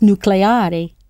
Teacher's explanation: nuclear is nucleare in Italian, with the stress on the A